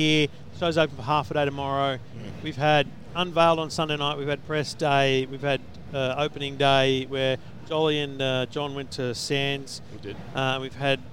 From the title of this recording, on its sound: live from CES